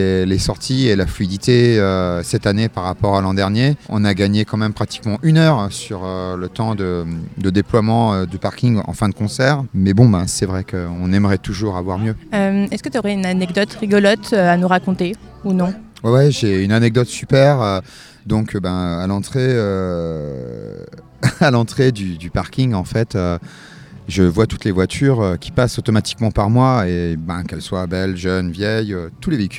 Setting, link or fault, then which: setting, busy venue